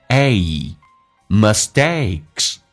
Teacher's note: a 这个发音非常的饱满，打开口腔一点点，哎，嘴角离到极限，再滑动到 e 这个发音